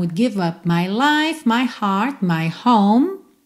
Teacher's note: ele não faz heart com a língua enrolada